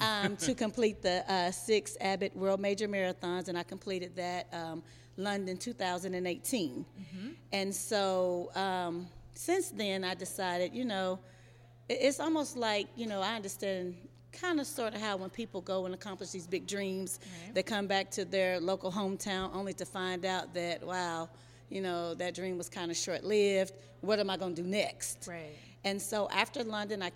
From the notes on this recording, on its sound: Recorded live at the fund raiser kickoff. We speak with some members of the Blackiceeproject.